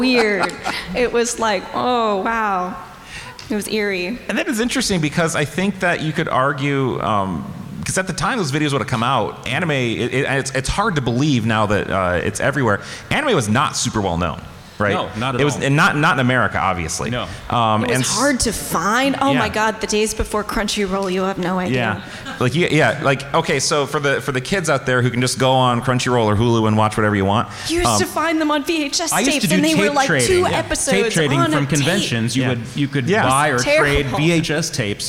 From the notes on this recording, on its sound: Serious Fun returns with another slate of live episodes from the 2023 Brown County Library Pop-Con! In front a live audience!